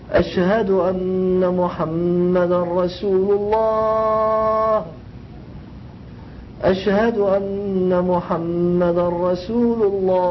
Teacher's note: it's a mad followed with a sukoon, so you can extend it long